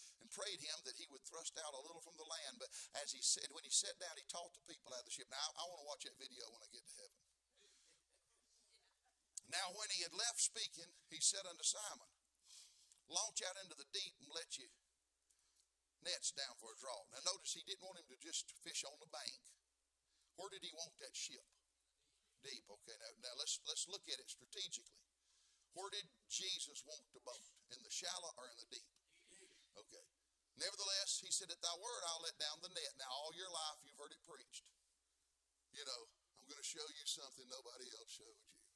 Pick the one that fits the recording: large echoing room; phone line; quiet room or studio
large echoing room